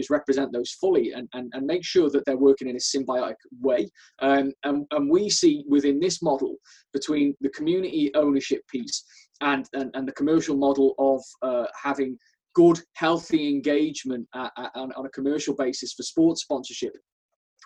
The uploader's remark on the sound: Q&A session the Sporting Club carried out on Facebook LIVE.